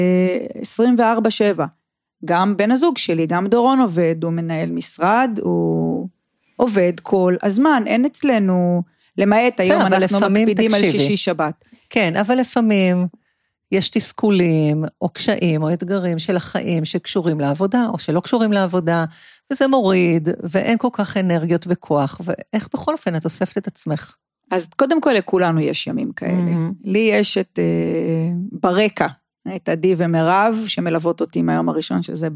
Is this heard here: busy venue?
no